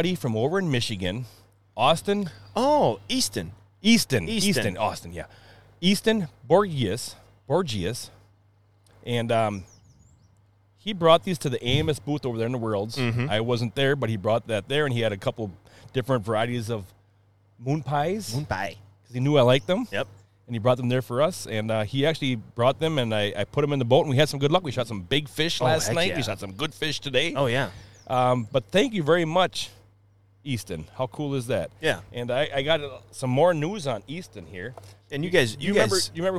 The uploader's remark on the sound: LIVE Podcast on the water. Coming at you live from the waters as the carp are spawning.